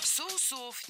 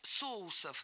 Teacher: Правильный вариант – соусов. Это слово с неподвижным ударением на основе. Поэтому во всех формах ударяем первый слог. · Shown in: second take